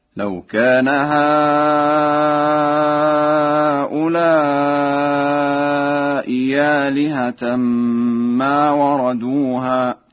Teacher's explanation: فقد قرأها ورش بإبدال الهمزة الثانية ياء خالصة